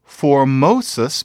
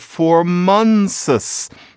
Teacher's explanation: people who are saying, for pretty, not Formosus, but Formunsus. So they're sticking in an N · Shown in: second take